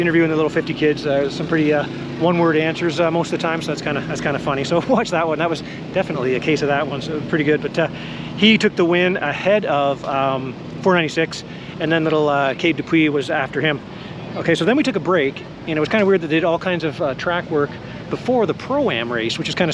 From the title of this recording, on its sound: 2023 TransCan Day 1 Walk And Talk Podcast